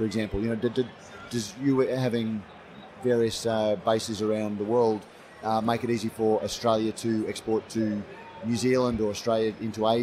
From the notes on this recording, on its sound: This is a special edition of Brews News, live from GABS in Melbourne. Brews News was able to take our mobile studio to GABS and capture some great discussions with a wide range of people in the beer industry.